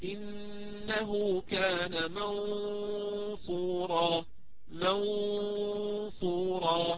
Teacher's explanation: طبعا الغنة مفخمة هنا لأن الحرف الذي بعدها هو الصاد وهو مفخم